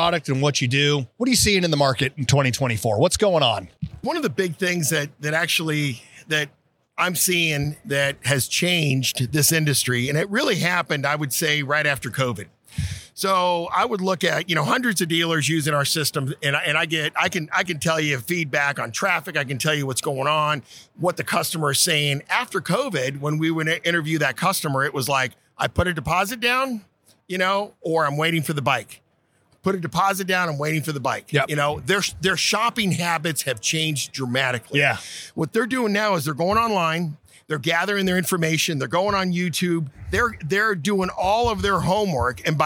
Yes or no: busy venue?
yes